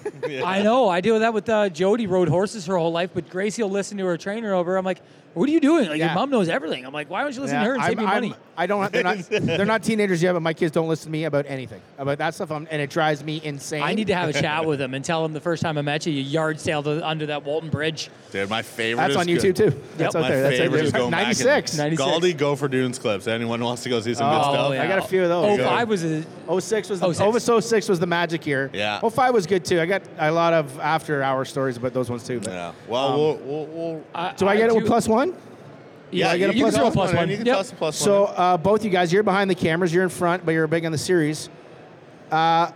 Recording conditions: busy venue